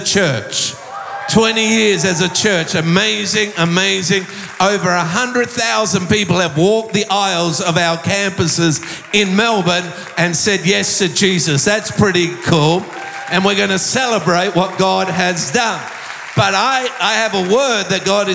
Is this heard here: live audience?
yes